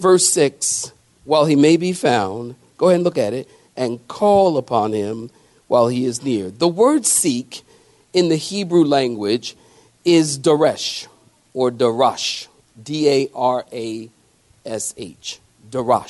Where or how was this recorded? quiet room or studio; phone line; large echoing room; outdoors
large echoing room